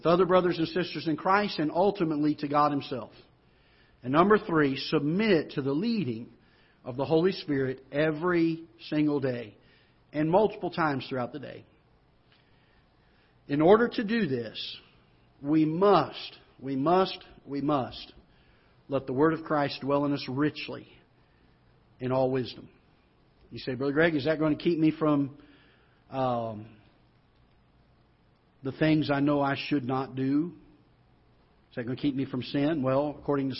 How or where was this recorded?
large echoing room